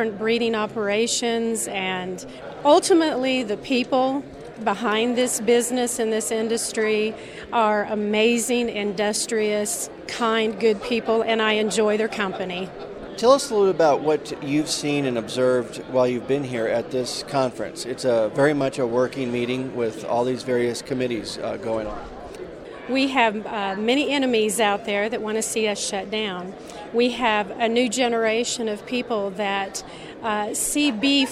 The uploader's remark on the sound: This week's Checkoff Chat comes to you from the recent Cattle Industry Summer Conference in Denver